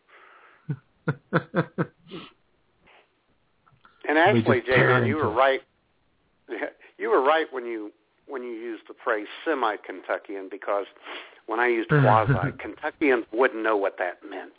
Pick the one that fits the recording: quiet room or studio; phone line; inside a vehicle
phone line